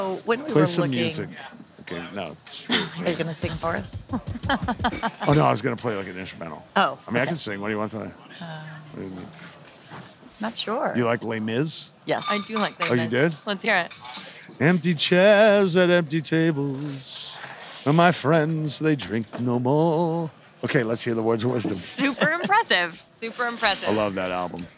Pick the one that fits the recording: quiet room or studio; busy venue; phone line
busy venue